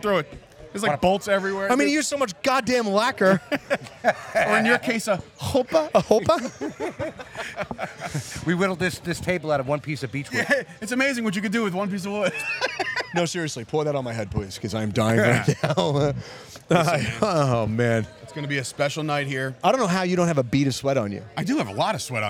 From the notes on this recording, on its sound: LIVE From "Premier Streaming Network Wrestling Showcase". The Chop Sports Fight Factory presents a LIVE/Recorded Broadcast from Metuchen, NJ for the Wrestling Showcase via Premier Streaming Network.